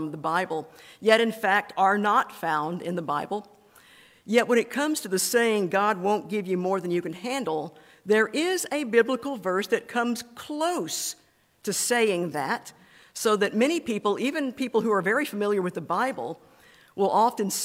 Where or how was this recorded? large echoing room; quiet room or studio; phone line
large echoing room